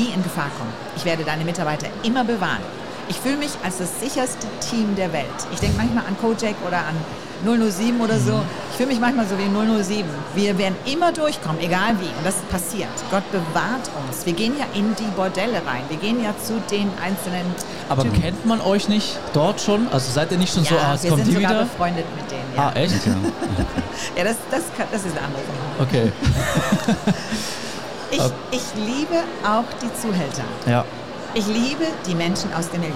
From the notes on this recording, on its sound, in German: hier live auf der MEHR Konferenz 2024 in Augsburg